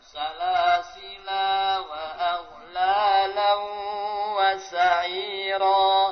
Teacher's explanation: Perbedaan ke-12 pada kalimah salasila. Pada jalur thayyibatun nashr alif dibaca, sedangkan pada jalur syadibiyah alifnya dihilangkan.